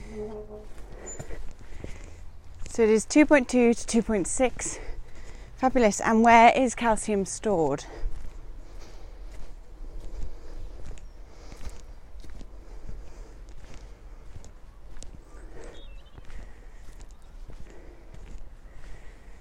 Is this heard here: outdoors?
yes